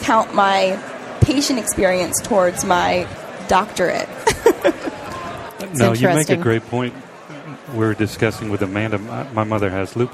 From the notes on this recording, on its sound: The episodes were broadcast live in CTGHS’s booth at the The HIMSS15 Annual Conference and Exhibition. The interviews were recorded. Live from the HIMSS 15 Exhibition floor in Chicago.